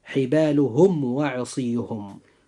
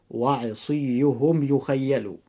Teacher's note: جاء حرف الواو بعد الميم الساكن، فعند هذا الحرف أخي المسلم يجب إظهار الميم الساكن إظهارا شفويا، ويكون الإظهار هنا إظهارا قويا